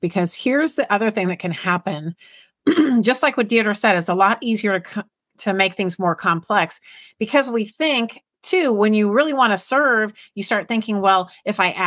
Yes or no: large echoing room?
no